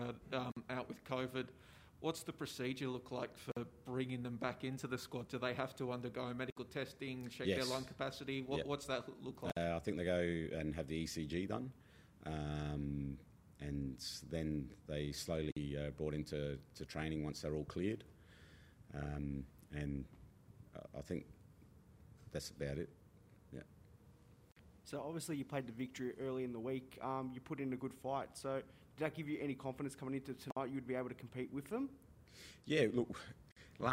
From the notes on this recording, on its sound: Post-Match Press Conference | Melbourne Victory v Adelaide United.